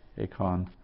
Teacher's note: The epsilon added to the front, in this case the two epsilons, lengthen into an epsilon iota diphthong